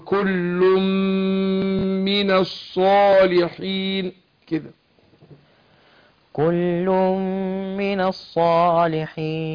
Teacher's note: تنوين وبعده ميم، ده اسمه ايه؟ ادغام بغنة